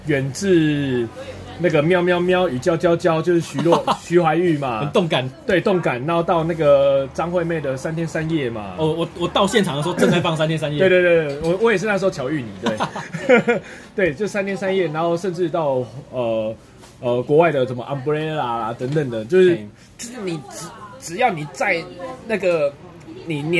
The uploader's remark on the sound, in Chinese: 錄音地點：牽咖啡 Chen Coffee